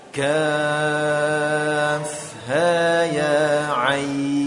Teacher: dibaca sepanjang 6 harokat, kemudian didengungkan dengan dengung yang tebal sebelum memasuki huruf sad